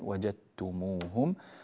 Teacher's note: في قوله تعالى وجدتموهم، الدال هنا جاء بعدها حرف التاء، فتدغم الدال في التاء إدغاما كاملا، ولذلك نجد علامة الإدغام الكامل وهي تشديد التالي مع تعرية الدال من السكون، نلاحظ أن الدال ليس عليها سكون وإنما على التاء شدة وضمة مباشرة، وجدتموهم، ولذلك الإدغام هنا إدغام كامل.